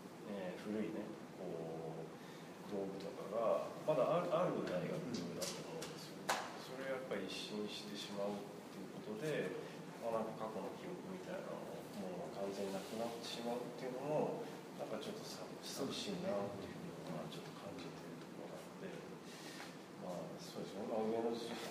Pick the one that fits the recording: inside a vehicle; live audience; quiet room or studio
live audience